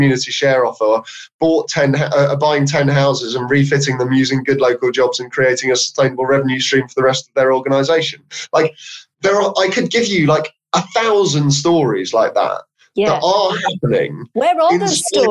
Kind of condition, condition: link, video call